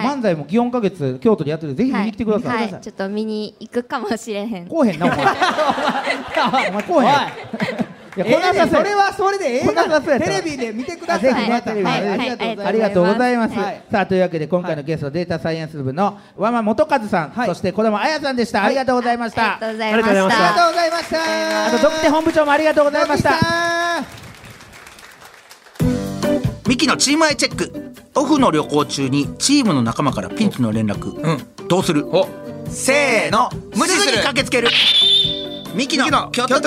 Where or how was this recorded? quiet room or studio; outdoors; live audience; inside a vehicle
live audience